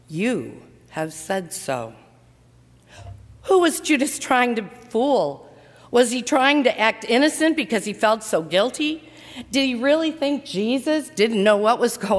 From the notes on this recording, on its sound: during the 7:00 PM service on Thursday April 18, 2019, at First Presbyterian Church of Arlington Heights, Illinois